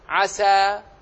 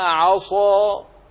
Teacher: عسى فيه انفتاح، بينما عصى فيه انطباق